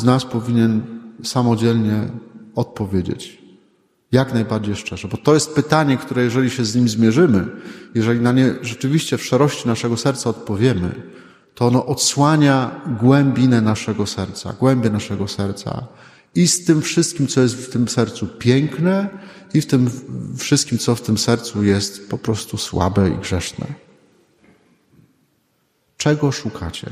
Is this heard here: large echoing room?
yes